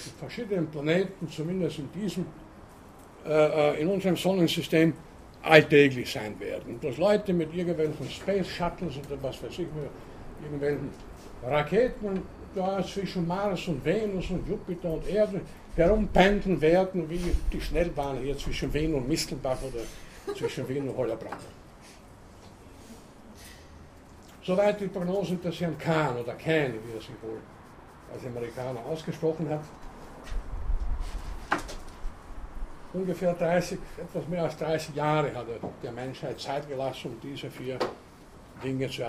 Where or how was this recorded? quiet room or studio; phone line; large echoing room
large echoing room